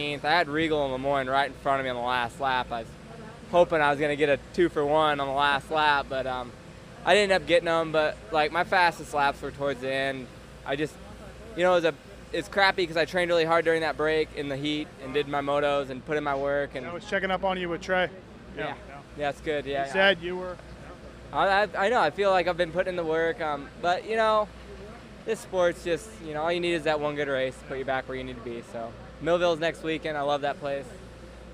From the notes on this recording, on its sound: Red Bud 2012 Post-race Interviews.